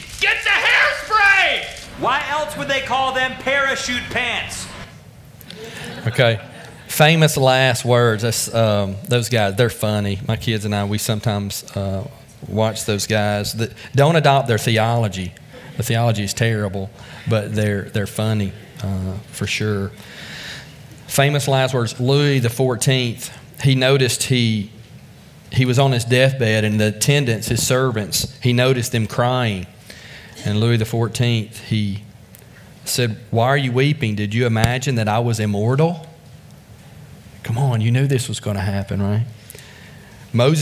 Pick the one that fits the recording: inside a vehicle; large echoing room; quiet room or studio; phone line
large echoing room